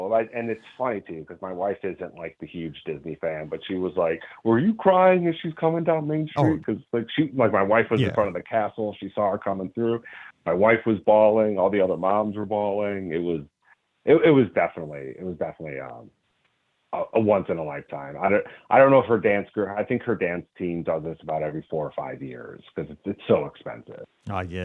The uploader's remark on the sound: This is the Live Call-in Show from this past Sunday night, December 10, 2023!